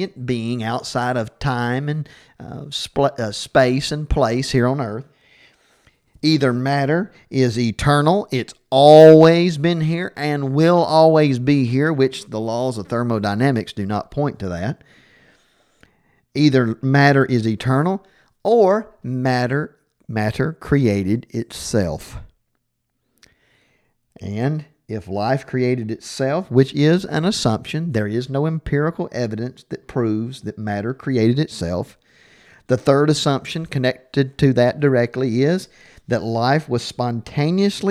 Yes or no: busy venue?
no